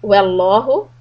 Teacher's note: In this ayah, there's a lafz jalala, which is heavy. Wallahu, keep the waw soft, lam heavy